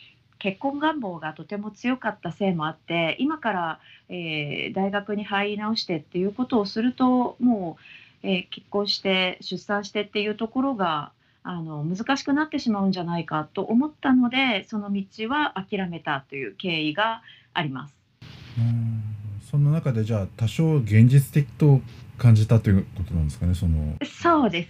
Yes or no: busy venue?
no